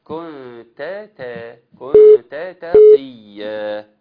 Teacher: عندي تائين والتائين هنا ده متماثلين، وبالتالي إن أنا أوضحهم جيدا